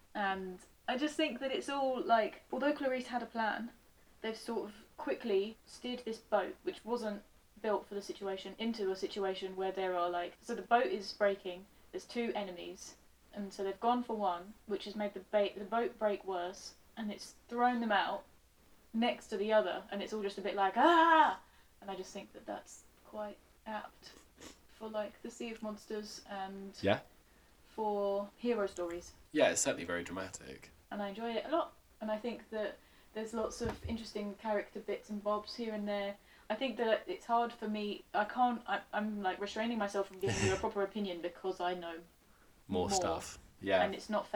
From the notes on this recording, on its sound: Apologies once again for the sound issues, we had some problems with one of the microphones. This podcast seems a bit cursed when it comes to sound issues.